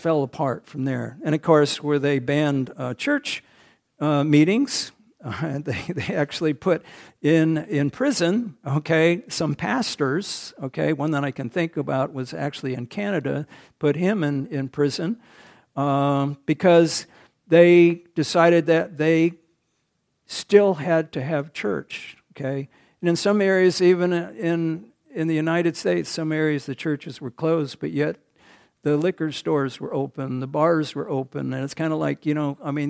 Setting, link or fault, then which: setting, large echoing room